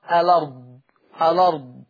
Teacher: وقرأ ورش بالنقل في لفظ الأرض، في لفظ الأرض هكذا تقرأ الأرض، الأرض.